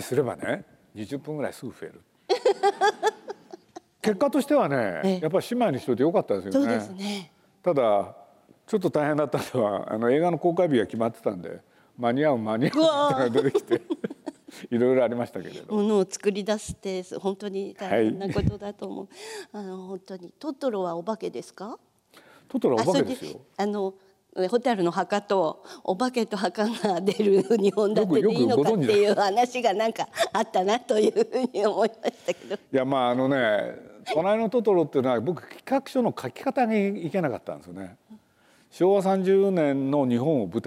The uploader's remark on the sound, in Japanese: 東京国際フォーラムで行われた、第70回全国幼児教育研究大会東京大会のスペシャルトーク。